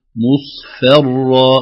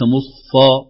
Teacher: الفاء حرف رقيق، حرف مرقق وقد وقع بين مفخمين بين صاد وبين راء · Shown in: first take